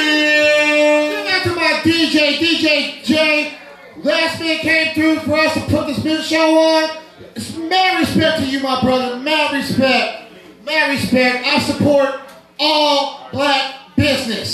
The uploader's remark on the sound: Live From Most Hated:Unfinished Business Night 2 5/16/21